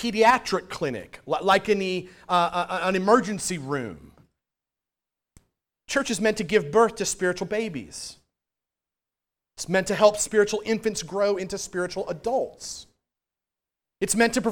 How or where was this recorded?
large echoing room